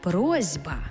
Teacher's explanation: Глухий звук «с» стоїть поруч із дзвінким звуком «б». А глухий плюс дзвінкий шукає собі дзвінку пару.